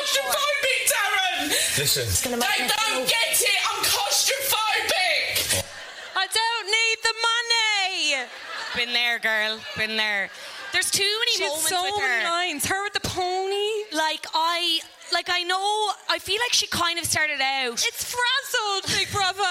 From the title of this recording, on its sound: Live at the Sugar Club